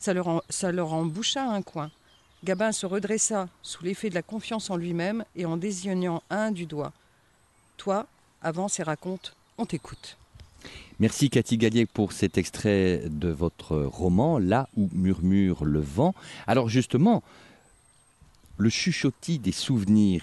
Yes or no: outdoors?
yes